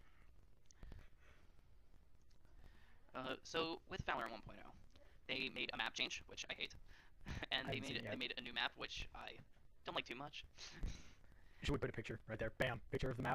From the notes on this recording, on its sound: Apologies for any audio discrepancies